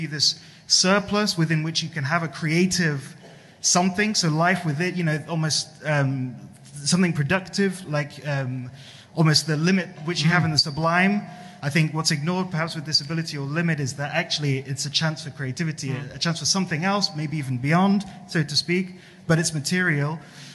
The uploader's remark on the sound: Inauguration of the Käte Hamburger Centre for Apocalyptic and Post-Apocalyptic Studies on 14 October 2021 with the Inaugural Lecture